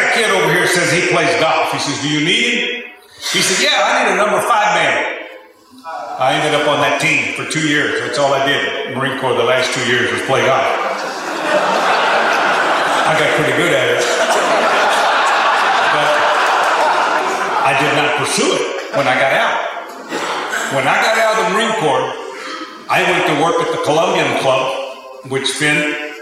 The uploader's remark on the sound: Headlined the first-ever Lone Star Luncheon hosted at the Texas Sports Hall of Fame. Listen to footage of the event. In front of a live audience.